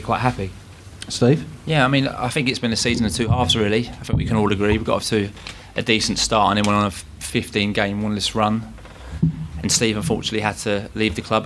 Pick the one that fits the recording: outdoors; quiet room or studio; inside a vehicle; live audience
live audience